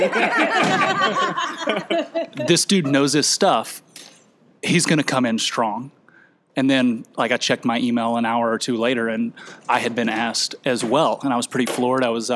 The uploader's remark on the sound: The Oxford Debate from APTA Next Conference. LIVE from the NEXT Conference in Chicago.